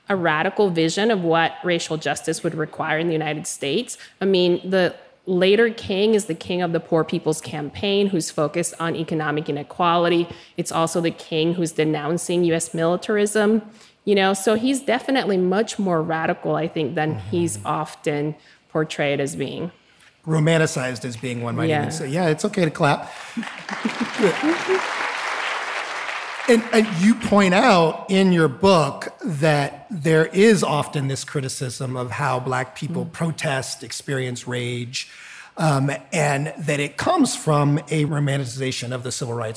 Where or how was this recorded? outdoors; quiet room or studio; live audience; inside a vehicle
live audience